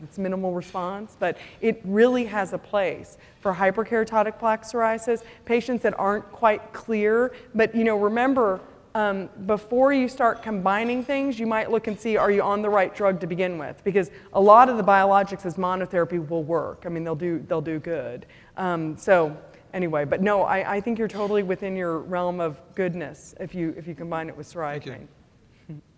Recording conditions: live audience